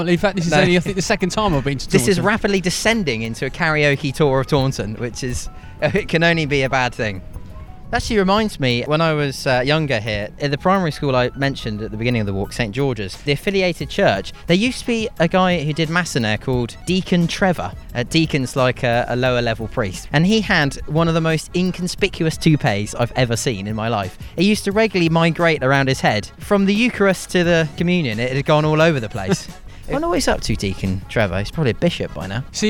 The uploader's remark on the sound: History podcast walking through Taunton. On an entertaining walk as they discover the sights and sounds of Somerset’s county town Taunton!